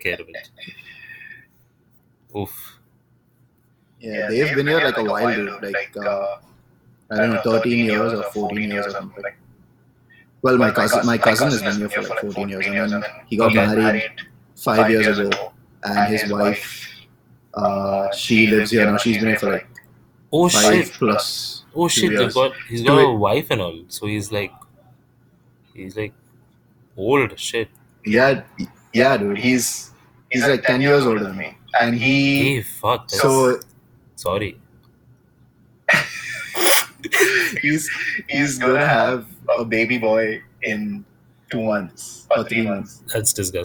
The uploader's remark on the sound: Messed up the audio.